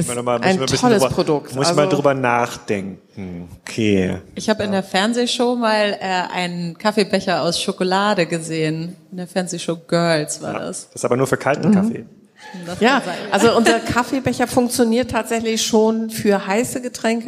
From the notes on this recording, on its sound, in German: Die Folge wurde live aufgenommen im Rahmen des Waterkanfestivals in Kiel.